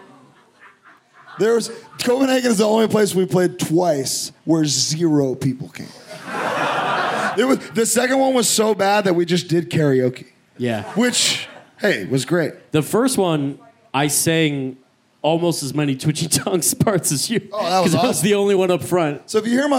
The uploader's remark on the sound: Live at Outbreak Fest (Manchester, UK). To everyone in attendance.